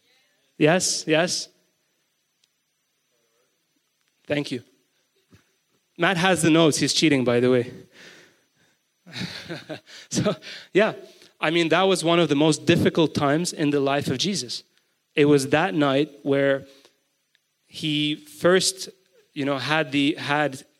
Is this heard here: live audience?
yes